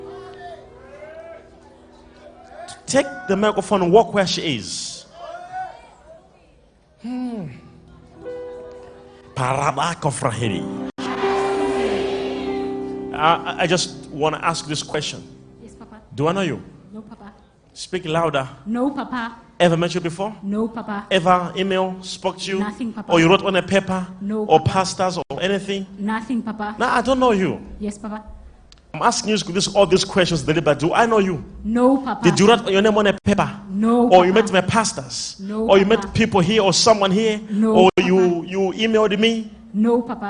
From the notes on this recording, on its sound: LIVE MID WEEK SERVICE| ECG CHURCH